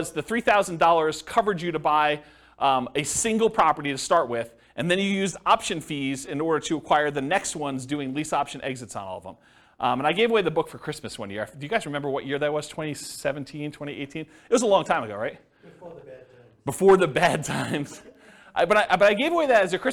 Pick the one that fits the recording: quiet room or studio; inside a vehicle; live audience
live audience